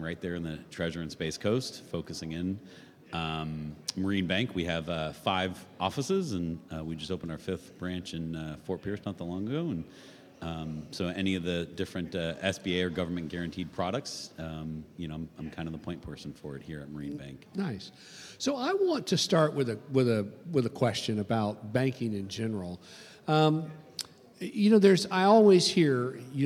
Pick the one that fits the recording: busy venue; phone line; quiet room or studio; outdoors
busy venue